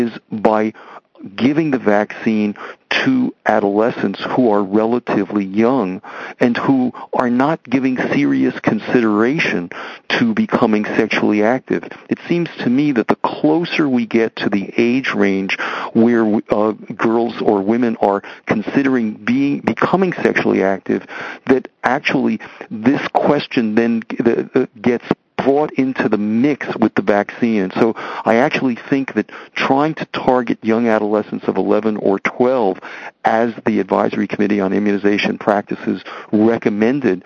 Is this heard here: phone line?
yes